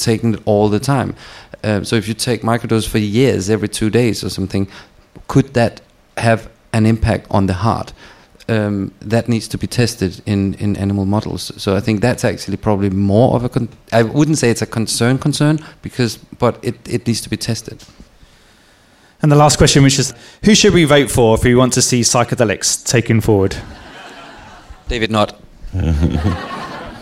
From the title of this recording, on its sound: Live Show